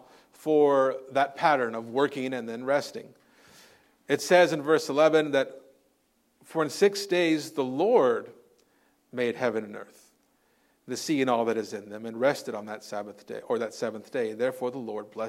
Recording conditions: large echoing room